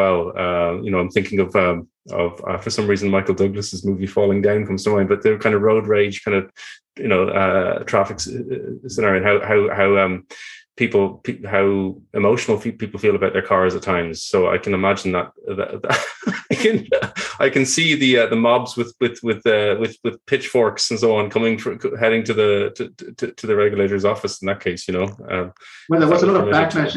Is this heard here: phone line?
no